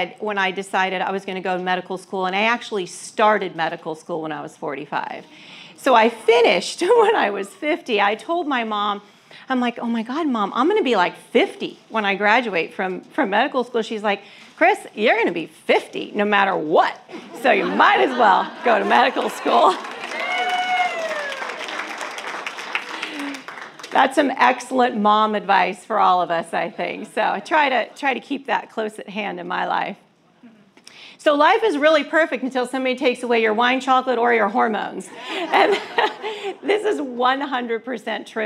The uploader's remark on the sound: a recording of a live presentation I did here in the Phoenix area